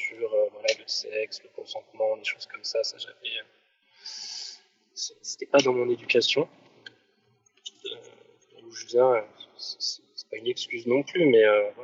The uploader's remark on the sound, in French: l’enregistrement ayant été fait à distance, il y a un léger écho je m’en excuse.